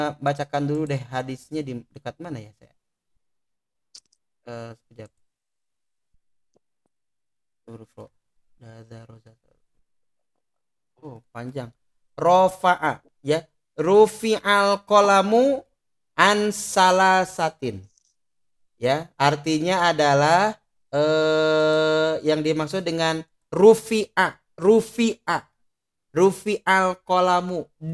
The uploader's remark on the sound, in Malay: Rakaman zoom